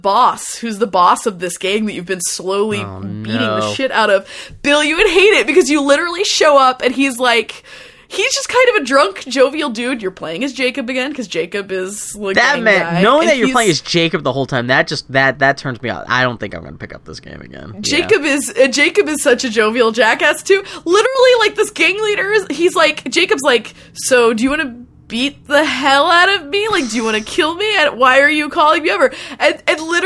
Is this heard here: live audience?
no